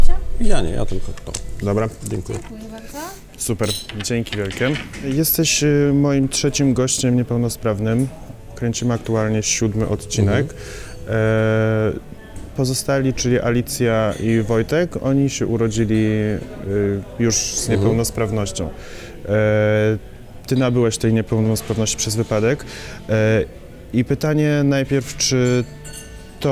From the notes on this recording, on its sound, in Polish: nagrania: Restauracja Folk – Hotel Bristol